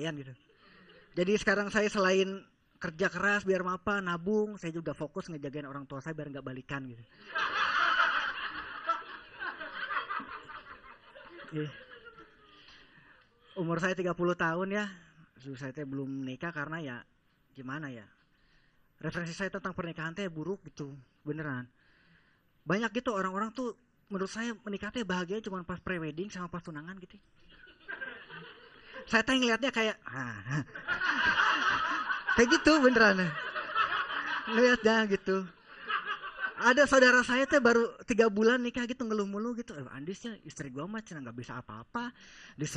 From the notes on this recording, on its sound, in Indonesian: Standup comedy ini direkam di Ketawa Comedy Club, ketika mengikuti gelaran Ultimate Funny Comika. (Duel antara 15 comic untuk mendapatkan uang hasil penjualan tiket penonton).